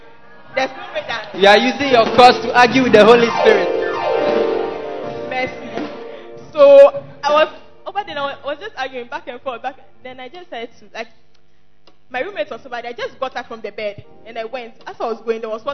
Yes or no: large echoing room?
yes